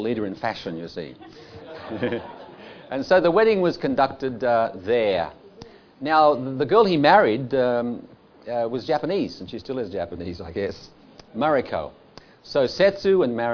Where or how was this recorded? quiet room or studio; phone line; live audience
live audience